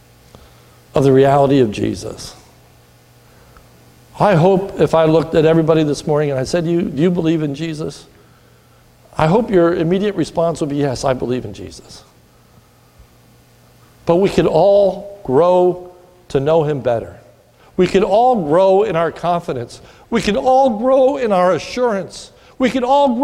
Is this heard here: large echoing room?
yes